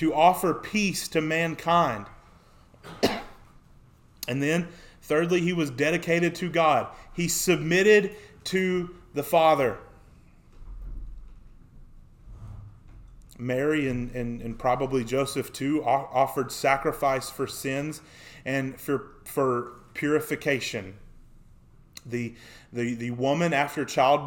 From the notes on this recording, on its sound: Sermon preached on February 14, 2024 at the Youth House, a part of First Baptist Church, Waynesboro, GA.